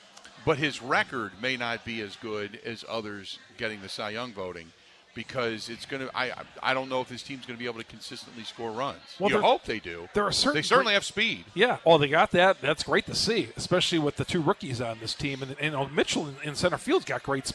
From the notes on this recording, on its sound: spends the first hour live from Steny's